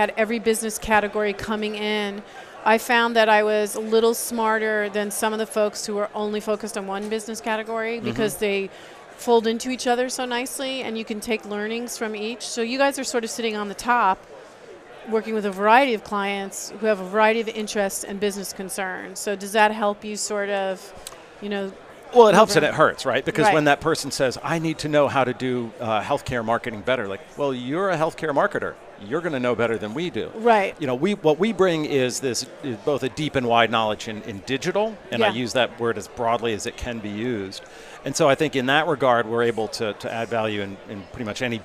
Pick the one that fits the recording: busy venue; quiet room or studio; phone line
busy venue